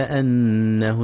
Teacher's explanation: ينتبه القارئ لغنة النون المشددة في كلمة أنه، فهي أكمل ما تكون. كذلك ينتبه لفتح الهمزة وعدم كسرها، فلا يقرأ إنه.